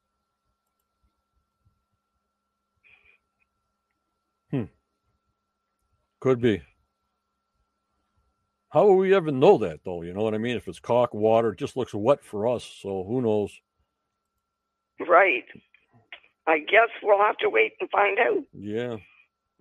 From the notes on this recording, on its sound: joins me on the Phone